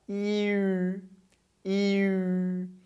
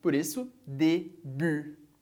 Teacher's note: O som do u, como em début, é na verdade esse som do u. Dentro da boca a gente tem i, mas fechando os lábios, u.